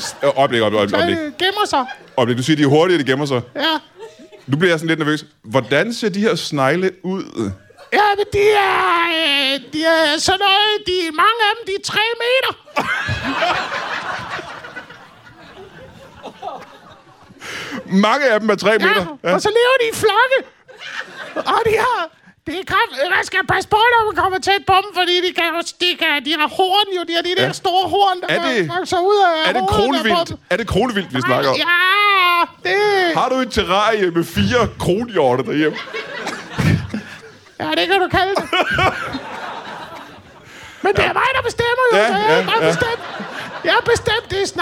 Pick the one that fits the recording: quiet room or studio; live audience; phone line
live audience